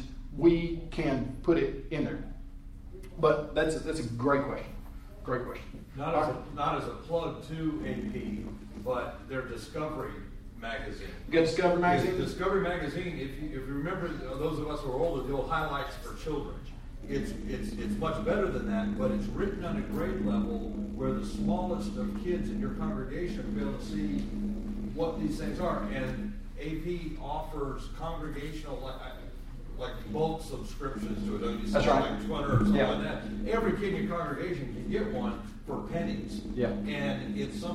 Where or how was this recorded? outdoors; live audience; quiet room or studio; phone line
live audience